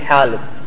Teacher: الأطفال ينطقون الخاء حاء، فخالد يقول حالد، عدم ماذا؟ تحقيقه لمخرج الخاء.